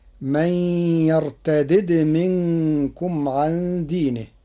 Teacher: قرأ ورش كلمة من يرتد بفك الإدغام بدالين مكسورة فمجذومة، فتصير من يرتدد منكم عن دينه على الأصل لأجل الجزم، وعليها رسم المصاحف المدنية والشامية.